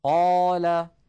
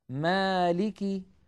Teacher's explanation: نجد اللوحة مكتوب عليها لا توصف الألف بتفخيم ولا بترقيق، بل تكون تابعة للحرف الذي قبلها، نحو قال مالك، فهنا ألف في قال وهنا ألف في مالك، إلا أن الألف الأولى مفخمة لأن قبلها قاف مفخمة، والألف الثانية مرققة لأن قبلها ميما مرققة · Term: تفخيم الألف وترقيقها